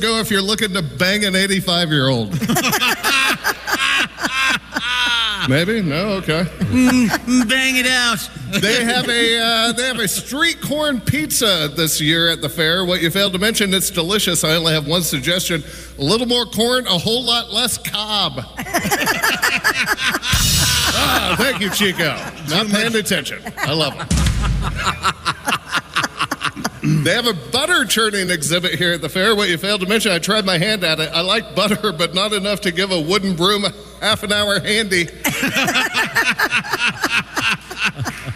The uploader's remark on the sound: We are live from the Indiana State Fair!